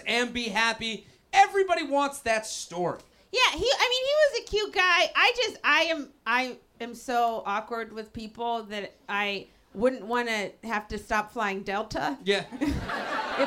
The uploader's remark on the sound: LIVE From The Village Underground